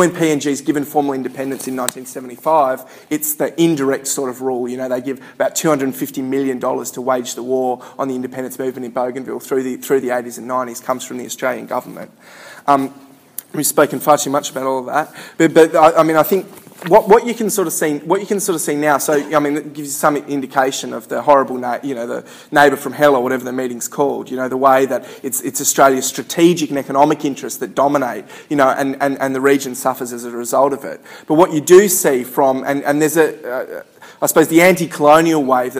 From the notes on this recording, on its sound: Recorded at a Solidarity meeting in August 2013.